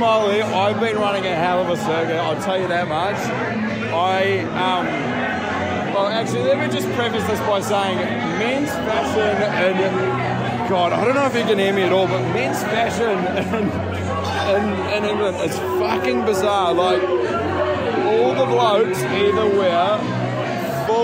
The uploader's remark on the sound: Currently in the UK he send us a voice note of a full review of Parklife festival.